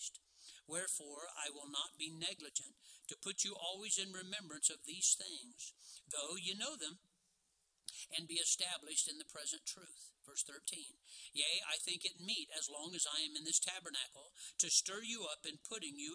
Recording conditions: large echoing room